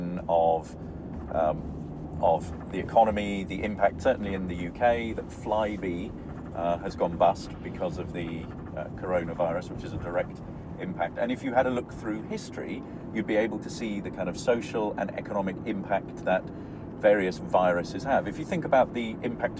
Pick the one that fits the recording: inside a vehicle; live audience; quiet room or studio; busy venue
inside a vehicle